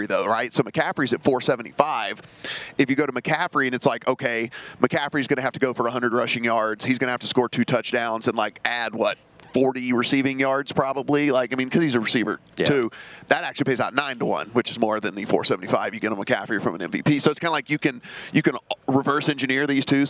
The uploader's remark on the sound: broadcasting live from media row